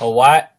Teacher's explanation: the apostrophe between the two I's stands for a glottal stop, which is a brief closure of the throat, like a little, like when you cough.